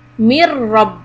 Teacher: So you say mir rabbihim. You double the ra, you ignore the noon. · Term: idgham